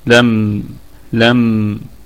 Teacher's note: الميم ساكنة في الدرجة الرابعة من درجات الغنة، طبعا نقف عليها بوجه واحد فقط بالسكون، لم لم، ونراعي الصفة البينية في الميم، يعني هي بين الشدة والرخاوة